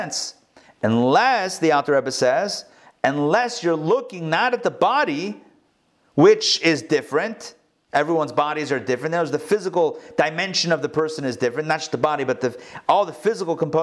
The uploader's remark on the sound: Recorded live in Atlanta